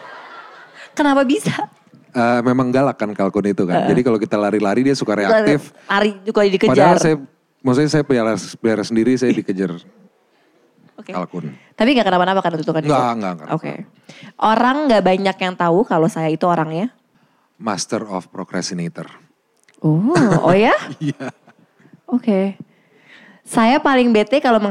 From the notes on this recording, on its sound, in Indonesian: Live On Stage di Malang